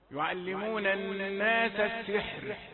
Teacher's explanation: إذا وقفت على السحر فالراء رقيقة